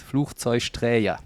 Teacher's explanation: Aber das erste spricht sich wie CH, Fluch, dann Zeug, weil wir in Köln gerne Sch-Laute machen. Und Träger, weil auch vieles mit so einem J belegt wird.